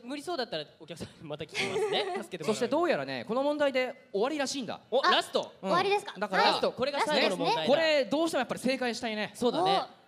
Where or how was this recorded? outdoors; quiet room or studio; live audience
live audience